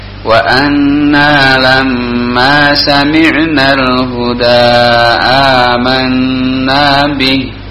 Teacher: si dengungnya itu jelas dan lebih lama · Term: akmal matakun